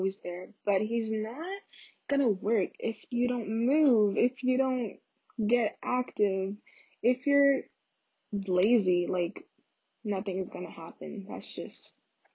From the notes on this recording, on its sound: sry y'all the audio is pretty trash in this one